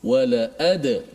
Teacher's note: dal tu dimati kemudian dilantunkan bunyinya · Term: qalqalah